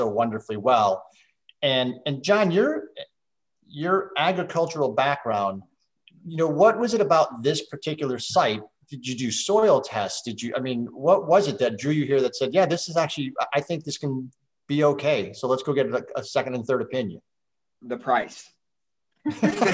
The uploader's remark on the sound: SIP Virtual Wine Tasting and Q&A